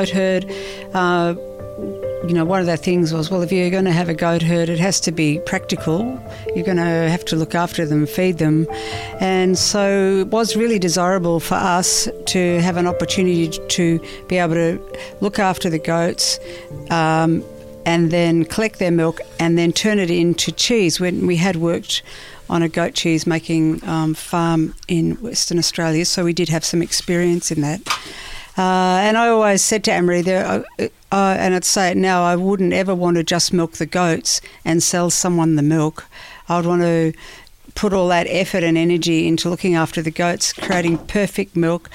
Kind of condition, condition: setting, outdoors